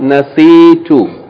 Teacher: Again with a long vowel, short vowel, long vowel, short vowel